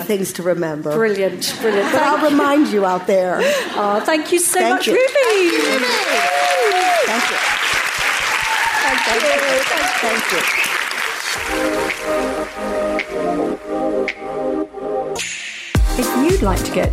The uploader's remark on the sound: Recorded live on stage in London. Behind the scenes at the Postcards From Midlife live show - the first and biggest gathering of midlife women in the UK.